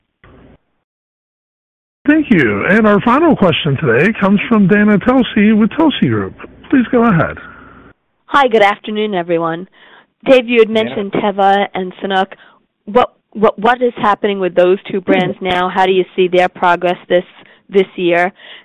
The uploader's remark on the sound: Q1 2024 Earnings Conference Call of Deckers Brands.